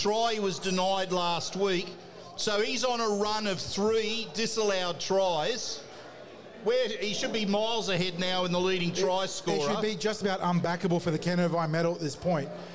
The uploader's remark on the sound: The Tip Sheet is live from Jacks Bar & Grill